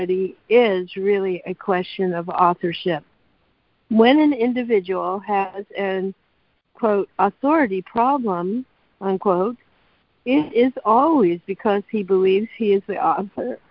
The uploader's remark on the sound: ACIM Daily Conference Call